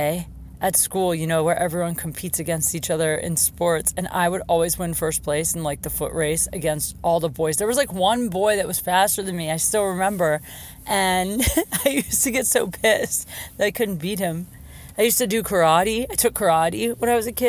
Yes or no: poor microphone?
no